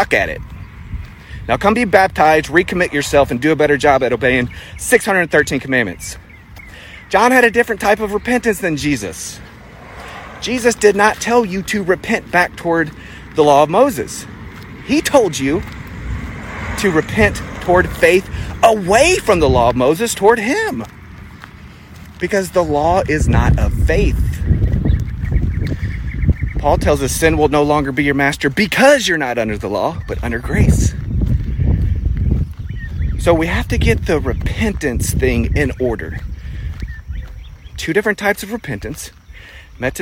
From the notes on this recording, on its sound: Instagram Live Rebroadcast 6-10-21